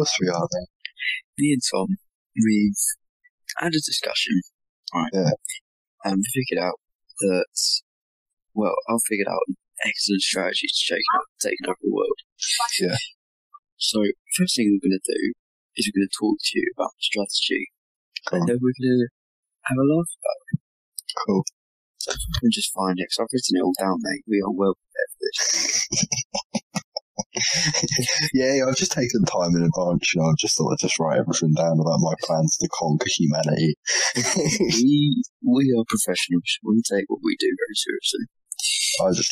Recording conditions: poor sound quality